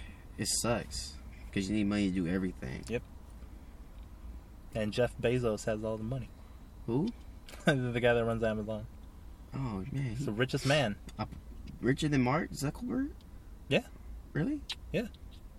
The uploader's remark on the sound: jump in the car